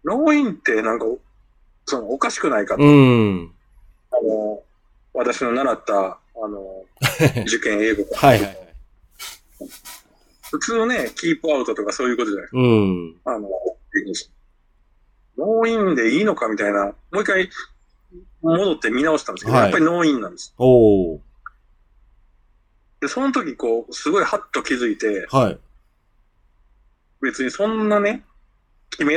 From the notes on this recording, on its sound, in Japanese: 今回の収録はオンラインで